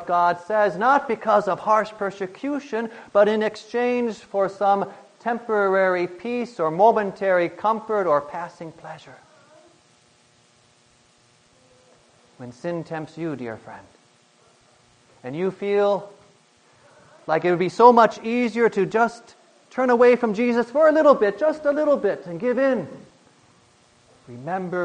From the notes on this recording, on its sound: Preached on August 22, 2010, for the Thirteenth Sunday after Pentecost